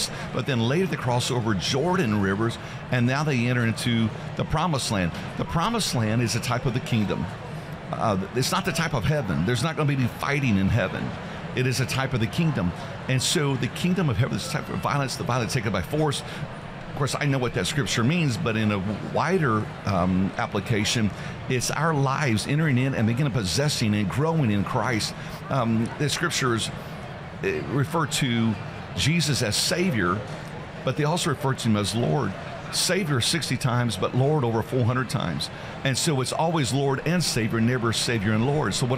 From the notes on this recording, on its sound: We are doing the show LIVE from the Indiana Convention Center in Indianapolis, Indiana.